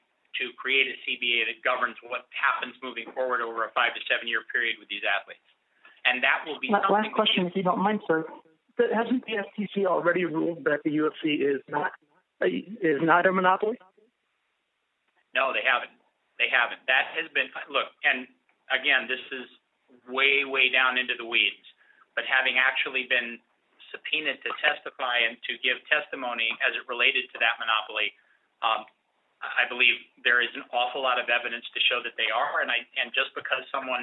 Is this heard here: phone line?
yes